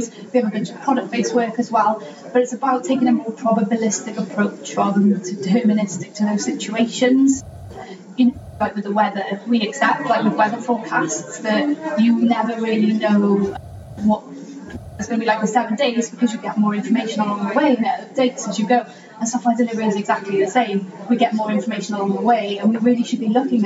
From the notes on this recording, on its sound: Lean Agile Brighton 23 Talk In Ten. We find ourselves at Lean Agile Brighton 2023 interviewing world class Agilists getting their "Talks In Ten".